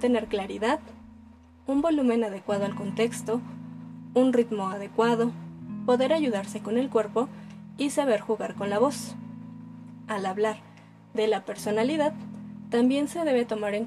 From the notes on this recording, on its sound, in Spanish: Nota: Disculpen el sonido de los tamales.